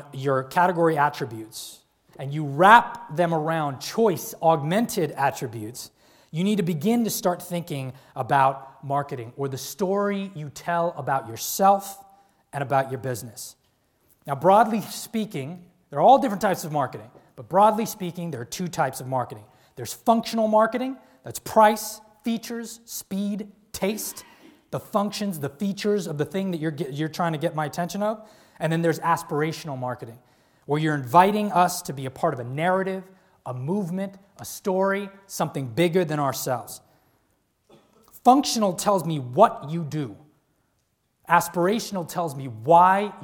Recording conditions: large echoing room